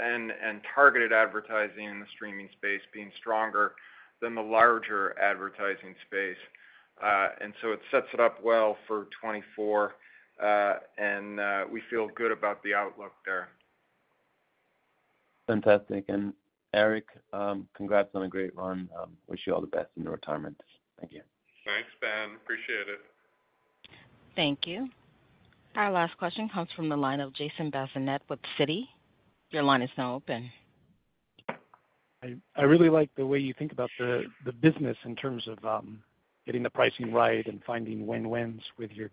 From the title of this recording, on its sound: Q4 2023 Earnings Conference Call